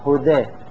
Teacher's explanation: نلاحظ الألف كأنما أملناها، كأن نريد أن نجعلها ياء، والدال المفتوحة فتحتها نميلها نحو الكسر، هدى. يعني لا نقول هدي كسرة ولا نقول هدى فتحة، هدى هكذا. · Term: الإمالة